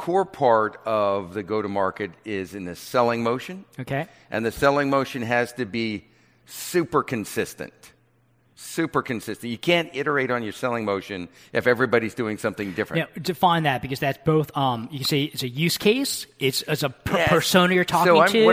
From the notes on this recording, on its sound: fireside chat from Greyscale, an event hosted by Greylock Partners